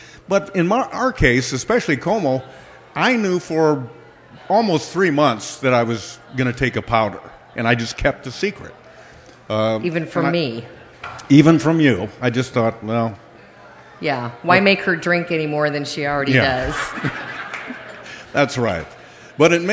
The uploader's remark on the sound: celebrate the 100th episode with 10,000 of their closest friends and fans of the podcast live at Third Place Commons